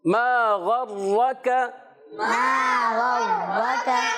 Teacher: غین اور خوا حلق کے اوپر والے حصے سے ادا کرتے ہیں، غین کو کلیئر رکھیں گے اور را کو پر پڑھیں